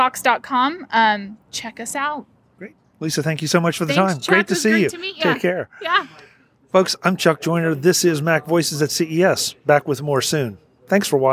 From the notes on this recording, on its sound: Outside at CES in Las Vegas we had a chilly conversation. Outside at CES in Las Vegas we had a chilly conversation.